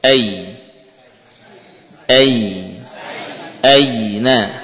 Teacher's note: huruf ya betul-betul dibaca dari makhraj lidah ya, tepatnya adalah tengah-tengah lidah · Term: bacaan lin